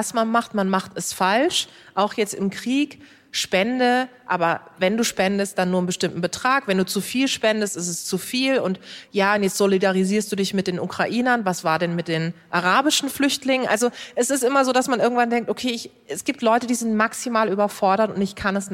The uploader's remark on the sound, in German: Live aus Leipzig. Das ist nur eines von vielen Themen beim allerersten Live-Podcast von "heute wichtig" vor 200 Menschen.